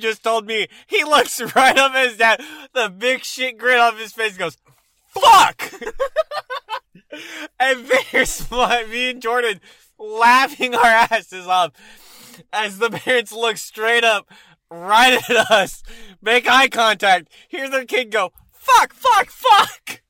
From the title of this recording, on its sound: From the Car